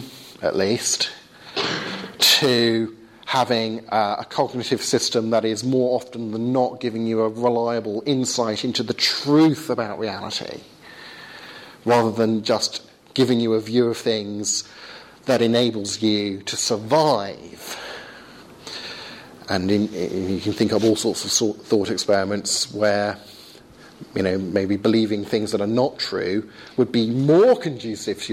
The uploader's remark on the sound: Second part of a lecture delivered at St. Michael's College, Cardiff.